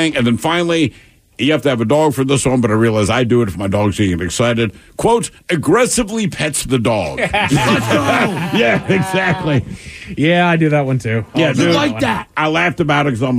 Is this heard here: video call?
no